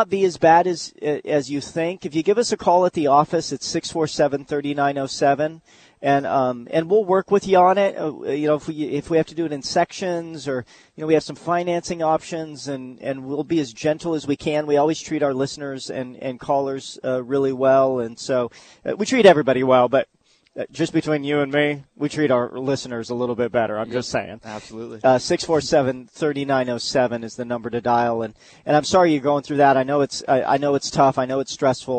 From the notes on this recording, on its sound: live at the Home & Patio show down at the Prime Osborn Convention Center